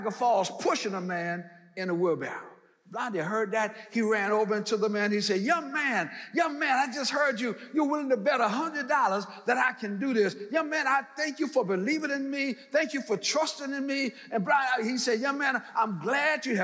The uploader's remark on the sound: in #SWBTSChapel on September 6th, 2022